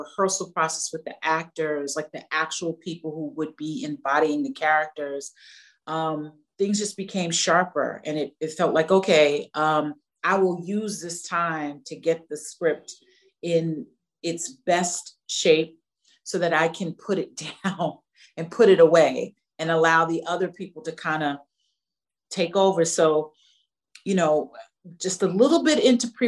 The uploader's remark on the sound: virtual Q&A